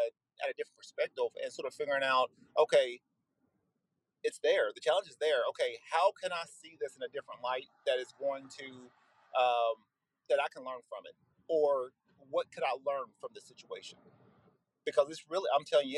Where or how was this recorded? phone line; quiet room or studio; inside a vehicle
inside a vehicle